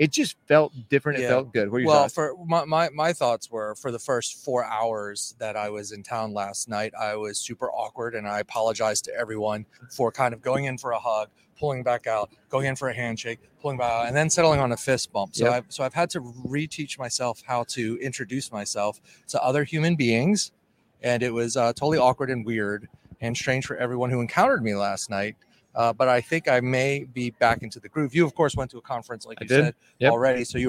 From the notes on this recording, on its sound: We're coming to you LIVE from the MBA Annual event in San Diego!